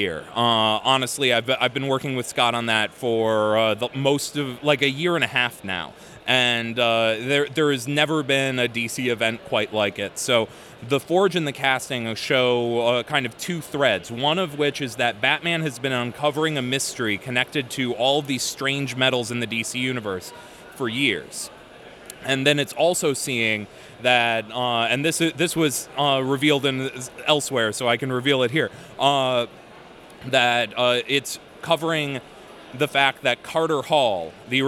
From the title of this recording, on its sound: Interview at Five Points Festival 2017